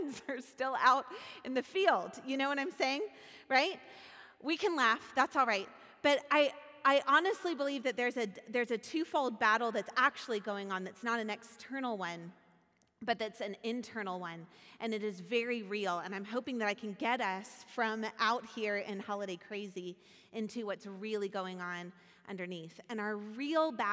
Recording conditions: large echoing room